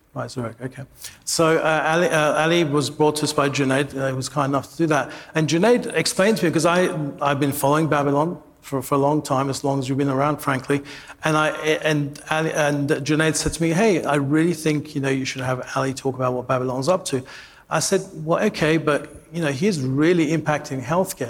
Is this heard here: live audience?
yes